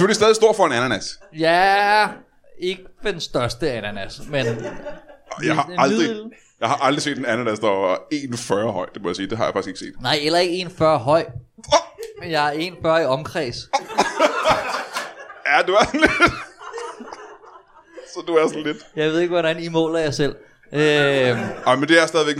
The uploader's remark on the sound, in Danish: LIVE fra Horsens